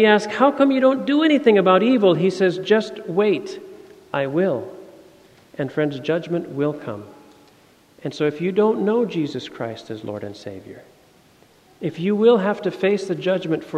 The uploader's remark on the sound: Sermon audio from FIBC Copenhagen, Sunday, October 23, 2016.